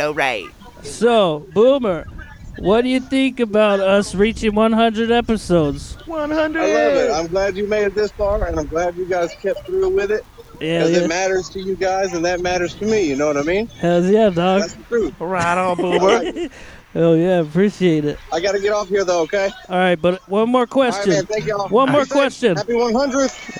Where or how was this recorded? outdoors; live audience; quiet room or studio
outdoors